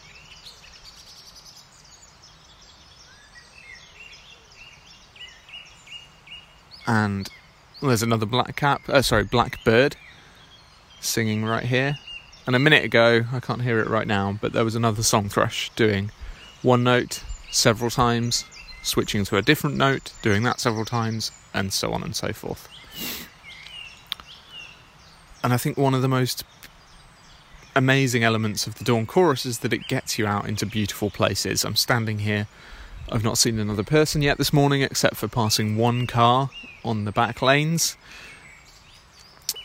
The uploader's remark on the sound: This episode is a short recording of a walk I did on this morning in early May, covering some of the birds I can hear at my local nature reserve